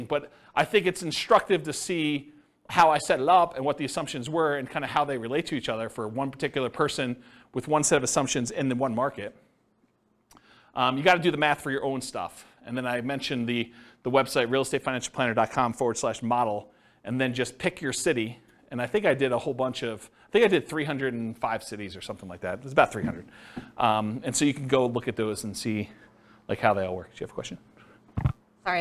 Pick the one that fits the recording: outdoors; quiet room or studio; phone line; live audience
live audience